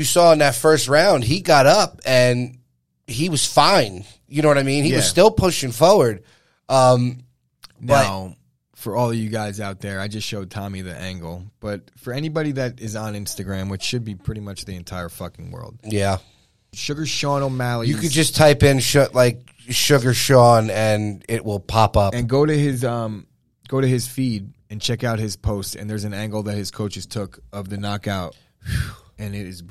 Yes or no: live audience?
no